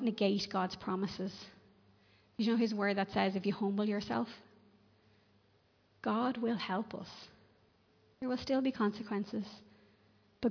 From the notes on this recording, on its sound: Recorded live in Liberty Church on 3 October 2021